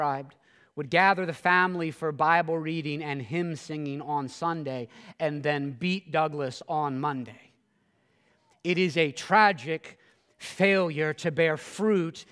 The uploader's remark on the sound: This sermon at Covenant Fellowship Church.